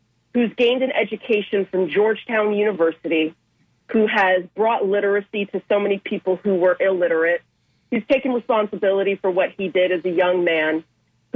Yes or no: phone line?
yes